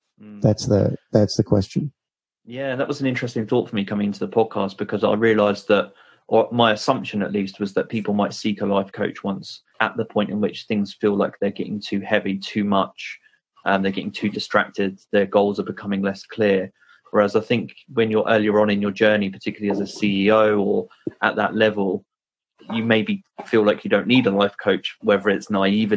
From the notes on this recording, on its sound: Apologises for the audio quality in this episode, I hit a few technical problems prior to recording and so we had to switch to using Zoom